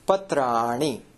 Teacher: तत्र नकारः अस्ति रेफः अस्ति पूर्वम् अतः नकारस्य मूर्धन्य अणकारः भवति